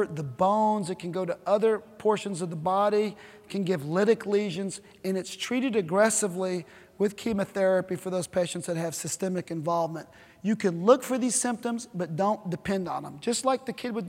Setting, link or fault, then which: setting, large echoing room